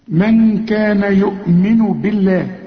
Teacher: بالله طبعا مرقق علشان الباء مكسوره.